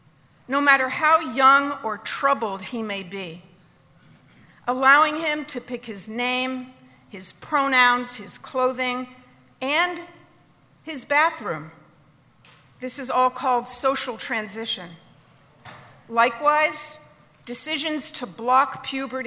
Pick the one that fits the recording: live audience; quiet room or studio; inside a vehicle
live audience